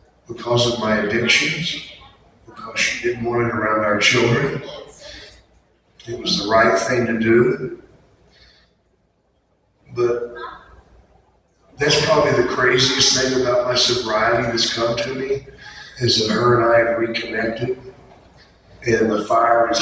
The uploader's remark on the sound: OHIO FAN FEST 2022 PANEL